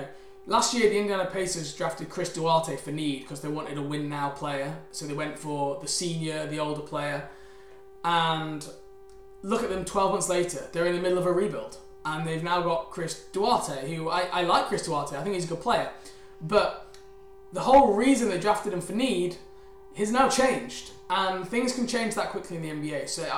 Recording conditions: hum or buzz